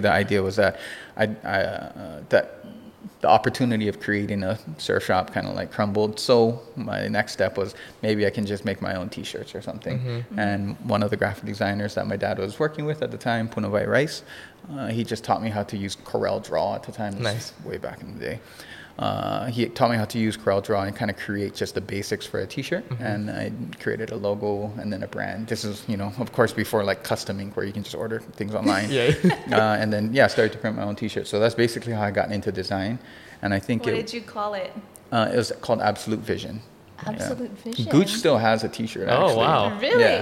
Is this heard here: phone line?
no